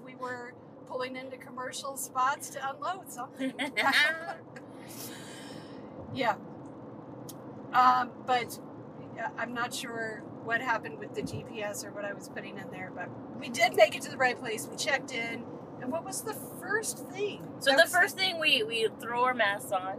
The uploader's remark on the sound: Recorded on the drive home. During an on-the-road debrief of the 2023 TYA/USA National Festival & Conference hosted by Childsplay in Tempe, Arizona.